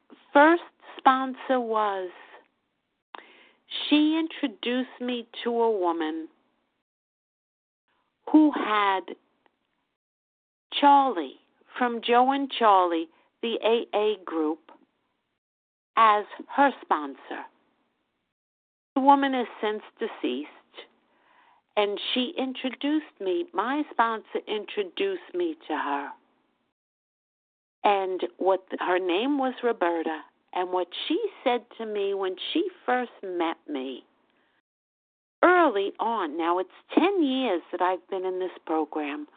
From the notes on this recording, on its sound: the 100 Pounders Phone Meeting, 10/19/23